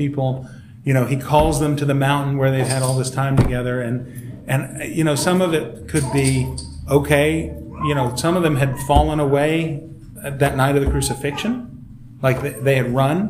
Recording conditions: large echoing room